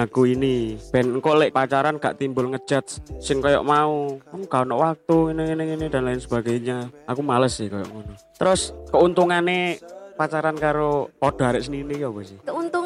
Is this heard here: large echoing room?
no